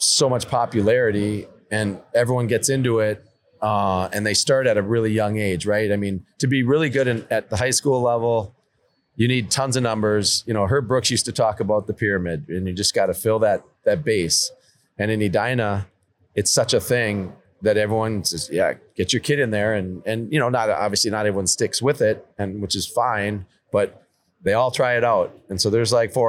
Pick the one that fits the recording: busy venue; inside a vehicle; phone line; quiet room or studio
busy venue